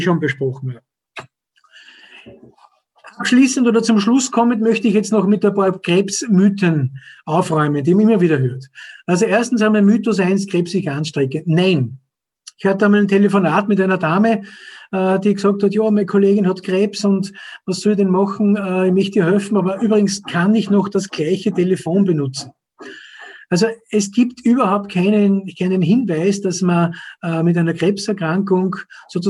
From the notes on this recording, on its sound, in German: Fand im Rahmen einer Web&Call- Vortragsreihe der Krebshilfe OÖ statt.